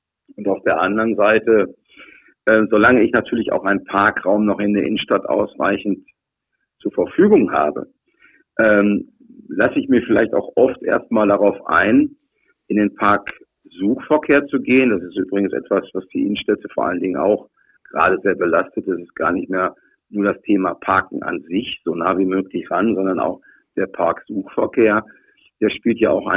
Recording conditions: phone line